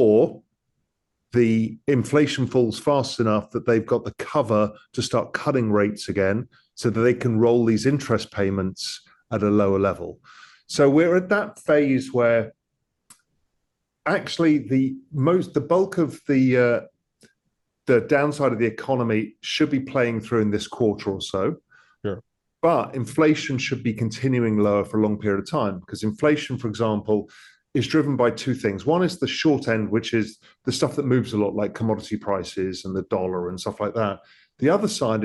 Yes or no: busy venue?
no